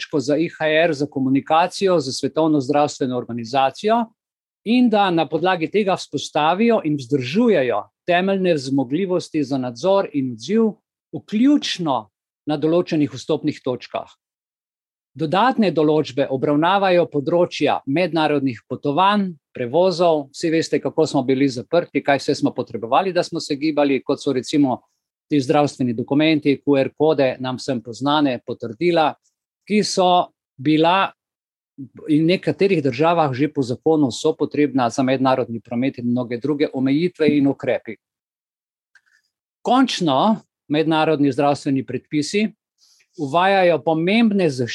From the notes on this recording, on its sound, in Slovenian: Zoom srečanju, ki je pred vami.